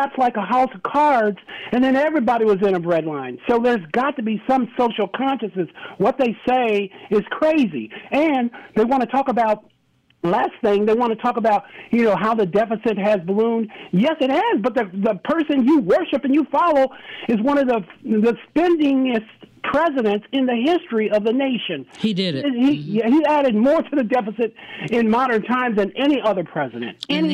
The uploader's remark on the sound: Community Connection Was Live With a Full Show Of Open Lines!